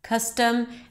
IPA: ˈkʌstəm